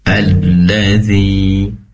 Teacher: pastikan tasydidnya di lam diperjelas atau ditekan, atau durasi penempelan lidah depan ke langit-langit lebih lama.